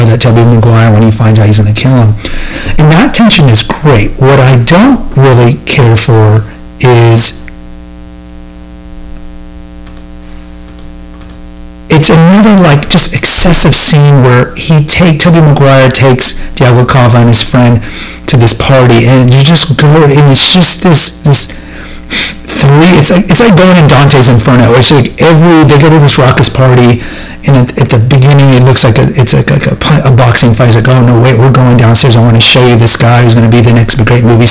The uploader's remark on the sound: The audio is suboptimal, my apologies.